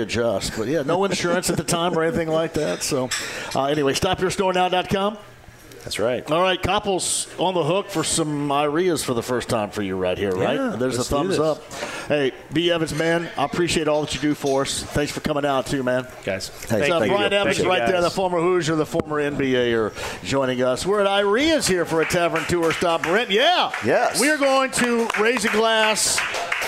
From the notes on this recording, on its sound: Opens the show LIVE from Iarias Restaurant.